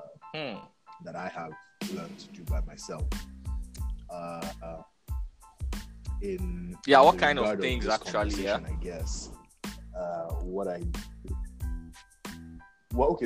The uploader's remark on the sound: The podcast is unedited so you get to see firsthand how people struggle with poor internet connection.